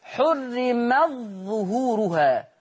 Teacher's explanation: أضغم ورش تاء التأنيث في الظاء